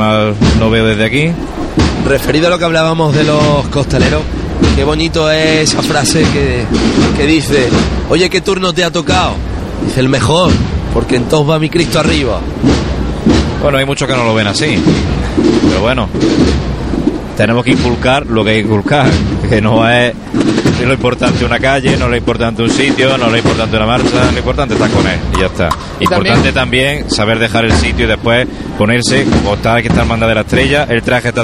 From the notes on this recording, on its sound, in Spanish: Pasión en Jaén. Domingo de Ramos Tarde 2014. Llega la Cruz de Guía de la Estrella. Primeros sonidos del Paso de Misterio de Ntro.